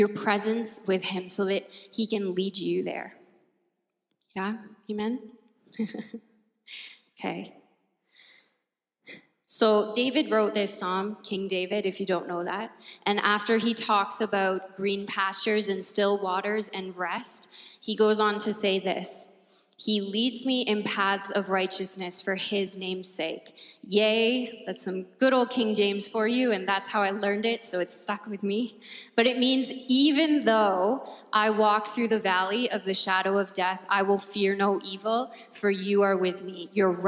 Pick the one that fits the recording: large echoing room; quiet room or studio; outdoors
large echoing room